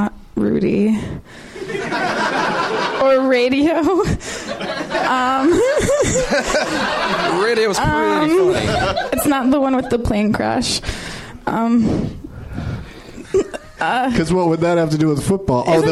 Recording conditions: live audience